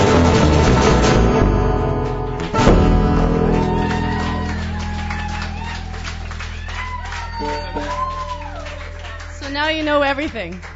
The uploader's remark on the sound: Sunday Night Open Mic